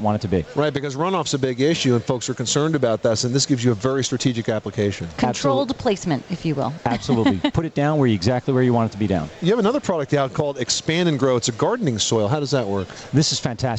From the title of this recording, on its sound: Live Broadcast from The National Hardware Show, Las Vegas, Nevada